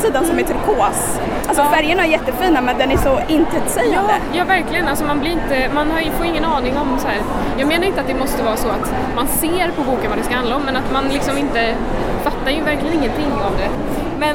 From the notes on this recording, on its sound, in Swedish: Bokmässan. I folkmyllret bland montrar och böcker där vi fångat röster från lässugna besökare, skribenter och arrangörer.